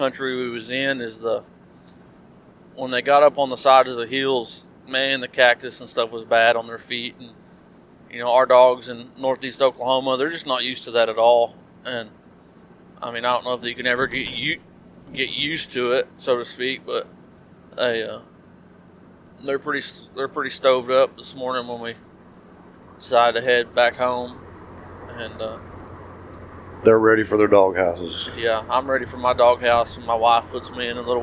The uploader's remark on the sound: On the drive home we recorded a run down of the hunt.